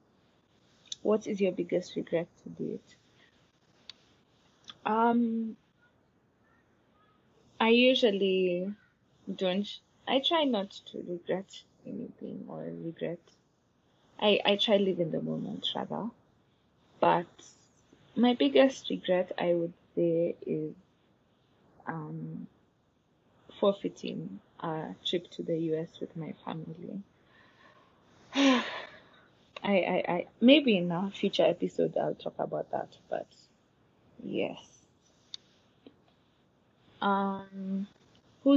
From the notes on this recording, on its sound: Sorry about any background noise or any place I’m not clear.